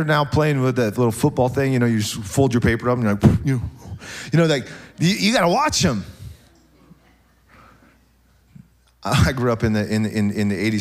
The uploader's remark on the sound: SOZO Church, Belfair Washington